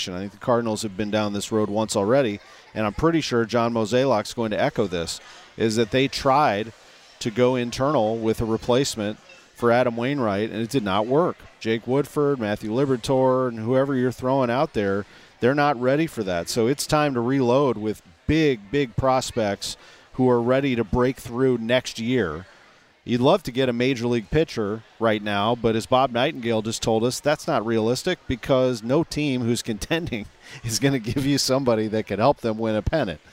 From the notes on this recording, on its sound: live from Cardinals Nation inside Ballpark Village